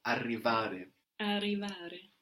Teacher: So here we have two R's now giving us the rolling R